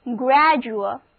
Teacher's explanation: 字母组合 u-a 发 rua 的音，而字母 D 发音改为 G